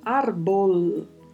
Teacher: o som da letra L, que é gerado com a língua tocando o céu da boca na parte mais anterior, árbol. E o plural desta palavra é árboles.